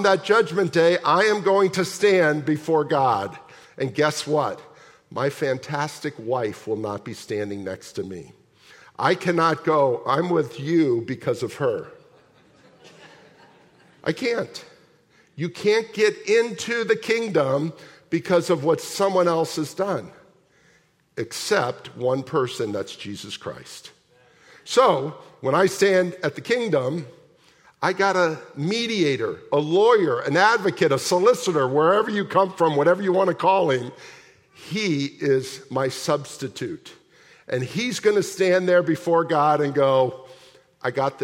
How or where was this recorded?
large echoing room